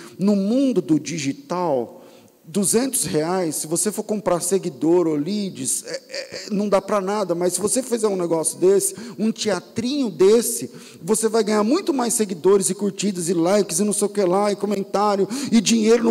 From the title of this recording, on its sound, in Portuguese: Culto ao vivo